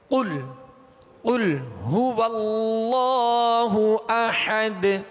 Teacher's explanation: قاف کو پور پڑھیں گے، اگر باریک قاف کے ساتھ پڑھیں گے تو معنی بدل جائیں گے، معنی بدل جائیں گے. اس کو پر کرنا ہے، یہ دو نقطے والا قاف ہے حروف مستعلیہ میں سے، لہذا پر پڑھیں گے